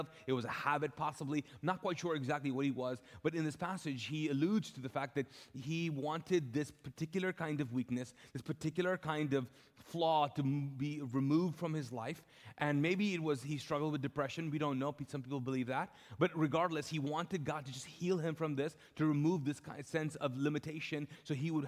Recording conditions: large echoing room